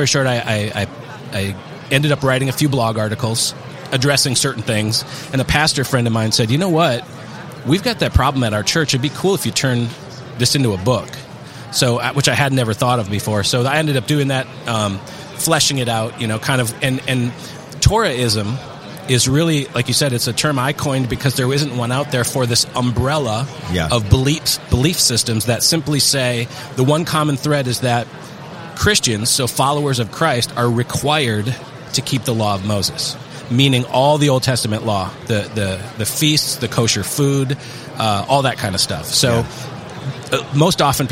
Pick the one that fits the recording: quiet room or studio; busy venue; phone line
busy venue